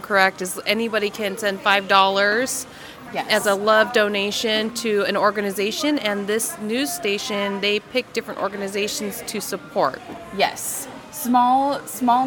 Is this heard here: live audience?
yes